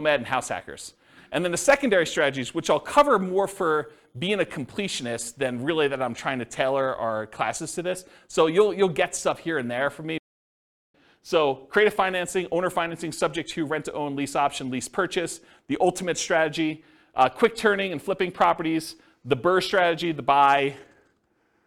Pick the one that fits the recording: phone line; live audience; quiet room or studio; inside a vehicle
live audience